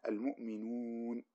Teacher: أو لا يلزم، يجوز في الوقف يغتفر. مثلا وقال نحو المؤمنون، الواو هذه ساكنة والنون سكنت لأجل الوقف